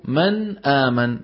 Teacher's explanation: النون من طرف اللسان والهمزة من أقصى الحلق · Term: متباعدان في المخرج